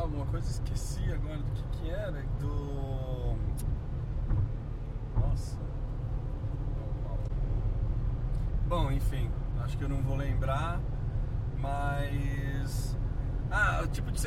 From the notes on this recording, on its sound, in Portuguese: Toda nossa experiência foi gravada na volta de carro para São Carlos.